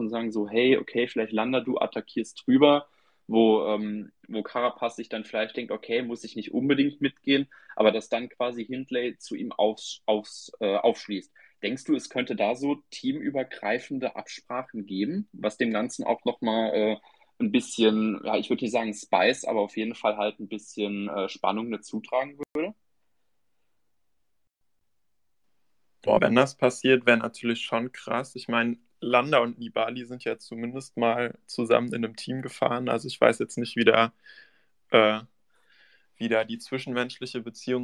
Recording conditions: video call